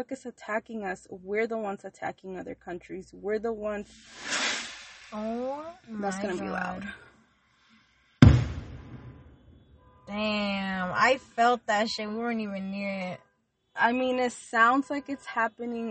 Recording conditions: sounds in the background